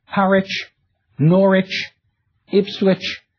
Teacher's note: the suffix which, pronounced without the W now, like Norwich or Harwich